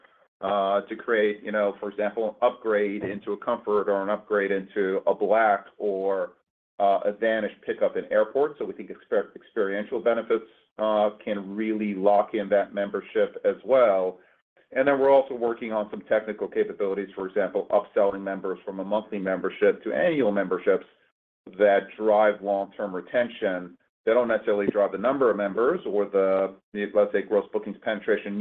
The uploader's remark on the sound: Q2 2023 Earnings Conference Call of Uber.